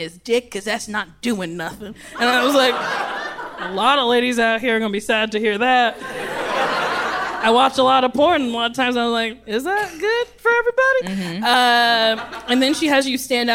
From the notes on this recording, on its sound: Recorded live at the Largo at the Coronet.